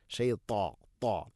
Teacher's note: തനെ സ്വരഭാരത്തിൽ ഉച്ചരിക്കണം. ഇത്തുബാഖ് എന്ന സിഫത്ത് നൽകി നാവിൻ്റെ മധ്യഭാഗം അണ്ണാക്കിലേക്ക് ചേർന്ന് നിൽക്കണം.